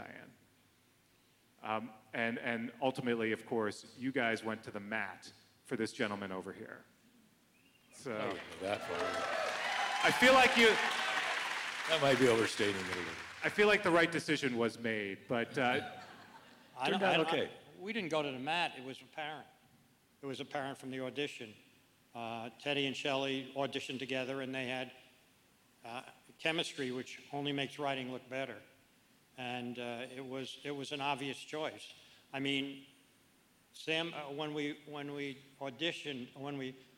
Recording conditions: live audience